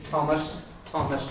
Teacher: This is a dental T. Thomas, Thomas, your tongue hits your teeth.